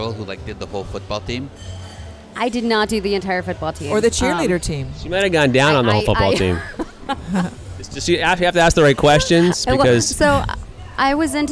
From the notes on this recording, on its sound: Join us on location at Hedonism II Resort in Jamaica with Topless Travel.